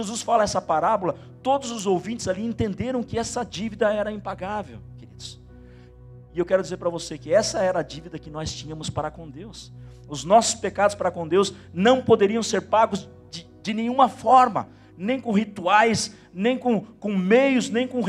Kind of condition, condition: setting, large echoing room